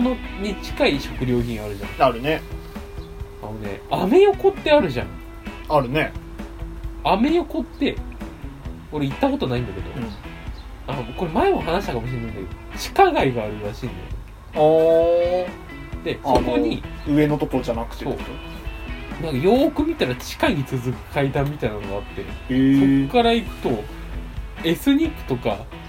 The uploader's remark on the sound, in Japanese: 録音機材：iPhone7。編集ソフト：AdobeAuditio2020。